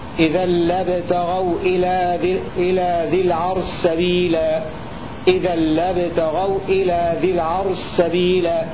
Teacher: وعند سبيلا شين ذي العرش مدغم أي أدغم السوسي الشين في السين في موضع واحد · Term: إدغام الشين في السين